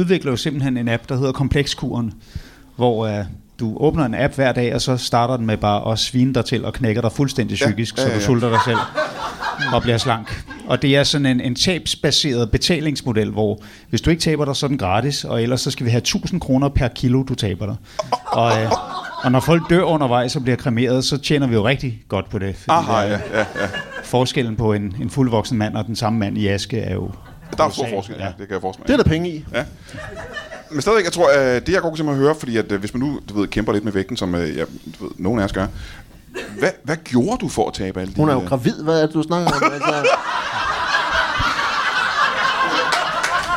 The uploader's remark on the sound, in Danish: LIVE fra Kolding